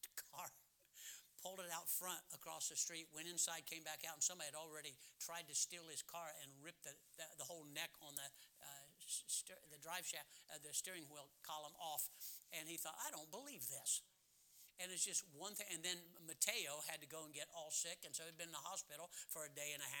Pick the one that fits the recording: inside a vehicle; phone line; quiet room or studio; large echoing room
large echoing room